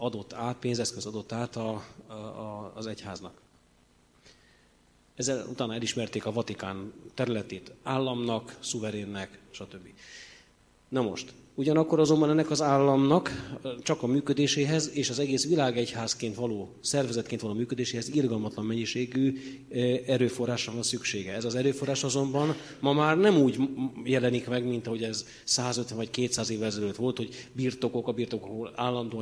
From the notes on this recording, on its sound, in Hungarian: Az Eötvös Csoport és a Társadalmi Reflexió Intézet 2018. Szeptember 12-i "Politika és katolicizmus" című rendezvényének felvétele.